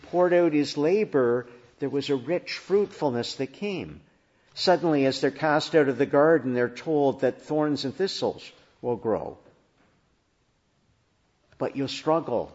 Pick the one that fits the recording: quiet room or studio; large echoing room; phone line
large echoing room